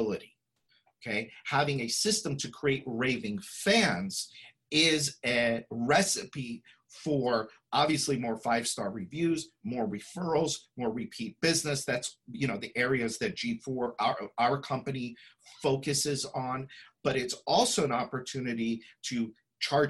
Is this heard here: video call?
yes